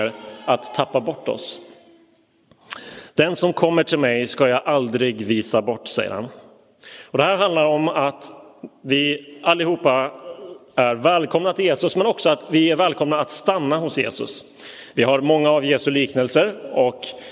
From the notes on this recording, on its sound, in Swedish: Inspelad i Roseniuskyrkan den 6 november 2022.